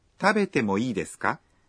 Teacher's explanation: Mas se você estiver pedindo permissão, é só acrescentar ka ao final da sentença, falando com uma entonação ascendente.